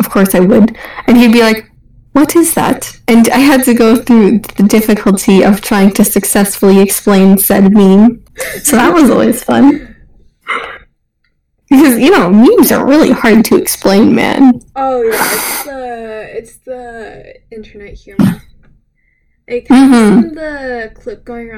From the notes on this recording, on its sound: Horrible Audio Quality. The audio is horrible.